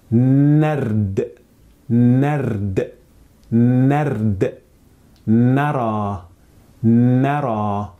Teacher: the word nerd starts with N and then it is directly followed by an R sound. The position of the tongue is almost identical. So what you need to do is keep your tongue where it was when you were pronouncing the N sound.